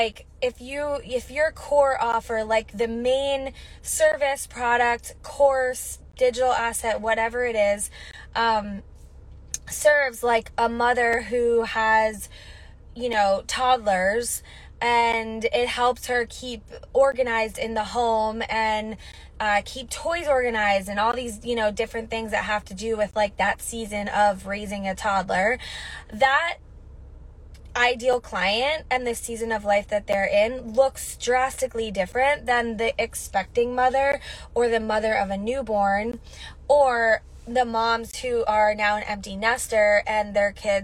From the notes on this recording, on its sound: Quick solo mini-episode from my car! I did an IG Live and wanted to share it here on the podcast.